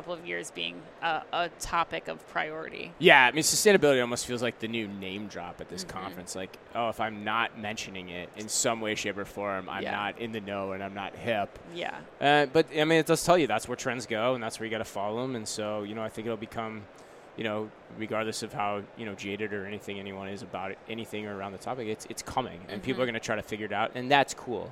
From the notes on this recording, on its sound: NRF 2020 Live Recap from the Javits Center, NYC.